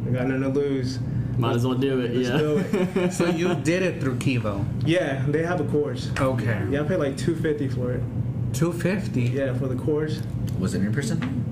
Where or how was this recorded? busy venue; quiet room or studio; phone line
busy venue